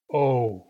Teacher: It's not actually one pure vowel sound. It starts out as an O and ends up as an U. · Term: diphthong